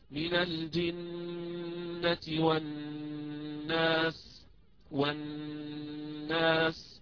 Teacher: أتيت بغنتها أطول من الألف في الناس. الألف في الناس هذه الناس أنا أتيت بها حركتين، والغنة أطول منها، يعني من خلال السماء لاحظتم ربما ذلك.